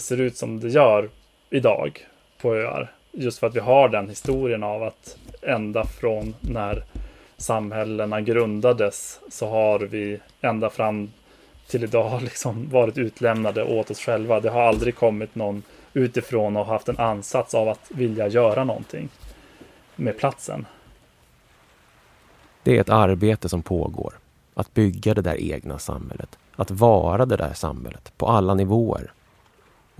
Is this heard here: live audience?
no